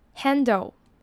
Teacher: handle 的 a 是蝴蝶音 at 的音，就是 apple 的那个 at 音